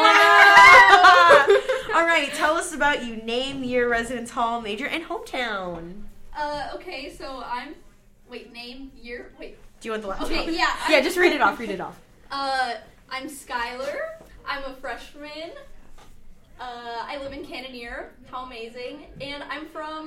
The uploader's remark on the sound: Only half of this episode was saved, for some reason. Sorry for this mess of an audio clip.